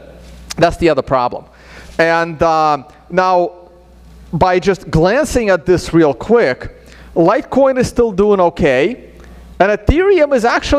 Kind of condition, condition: setting, live audience